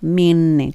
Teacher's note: 歯の裏にベロの先を当てて、minute なので鼻声ですね。